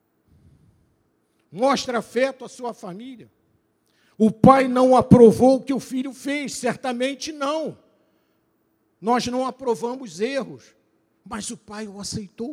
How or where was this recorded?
large echoing room